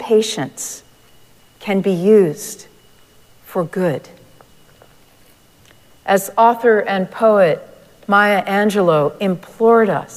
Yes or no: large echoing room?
yes